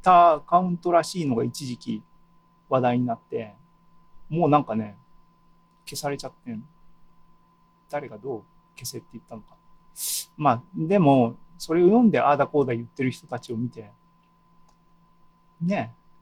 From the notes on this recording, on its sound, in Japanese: ２０２２年７月２７日に開催した ZOOMライブの模様です。